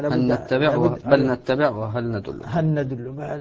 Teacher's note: اللام الأولى سقطت، اللام سقطت ذات صفة، لكن بقيت النون بغنتها موجودة وهي صفة المدغم فيه. كأنها نون مشددة. · Term: إدغام كامل